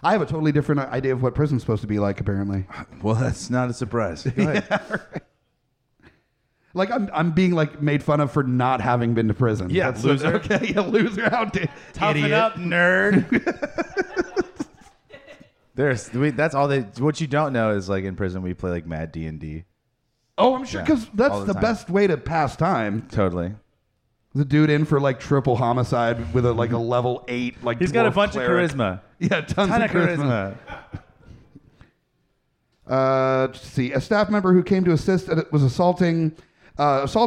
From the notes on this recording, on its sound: Recorded live on 12/08/19 at The Dark Room in Richmond, Va.